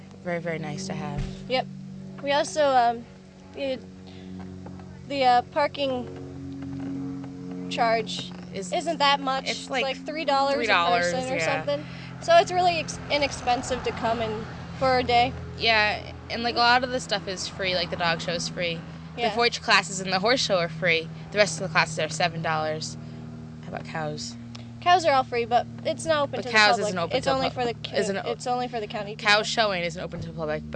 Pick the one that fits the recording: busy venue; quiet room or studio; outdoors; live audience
outdoors